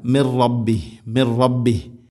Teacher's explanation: സാക്കിന നൂന് ശേഷം റാ ഇദ്ഗാം ബിലാ ഗുന